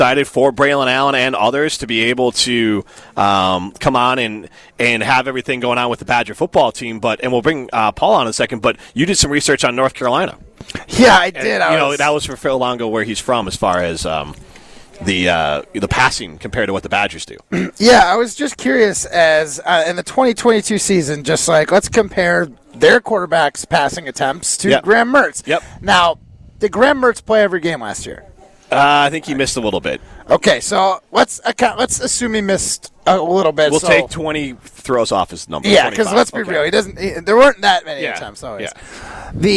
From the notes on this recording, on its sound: Live at Hometown Pharmacy in Waunakee.